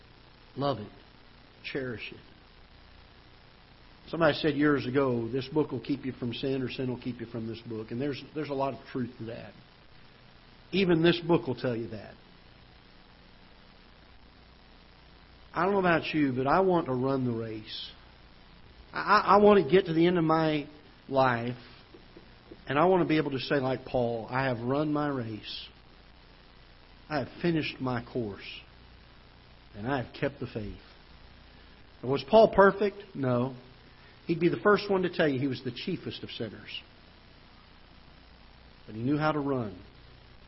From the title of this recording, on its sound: Ketha Heights Baptist Church ~ Live Broadcast